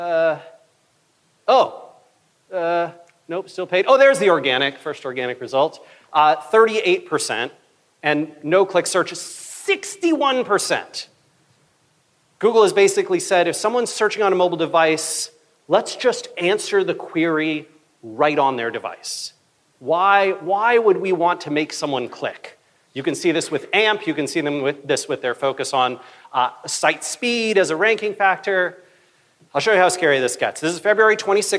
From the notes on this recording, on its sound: keynote talk from September's BrightonSEO conference